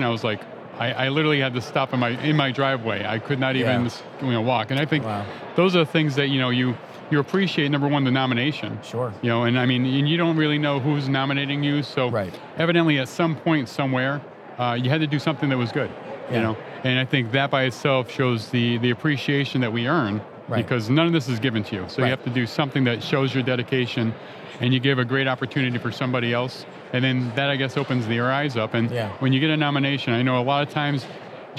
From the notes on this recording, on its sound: Today’s episode is live on the expo floor of the 2023 Annual Conference and Expo